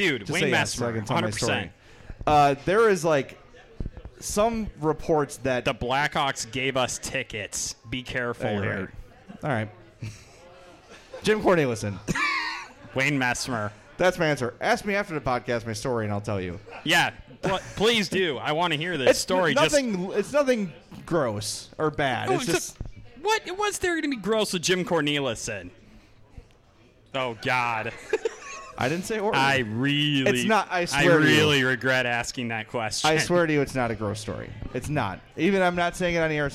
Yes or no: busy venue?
yes